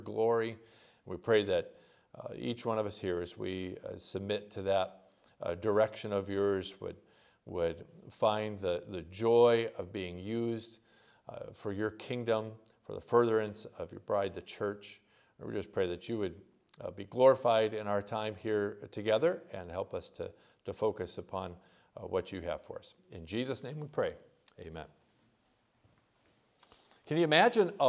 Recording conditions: large echoing room